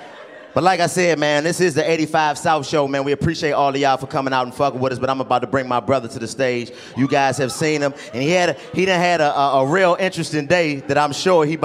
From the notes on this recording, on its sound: The 85 South Show hit the west coast for live comedy shows in Long Beach and San Diego.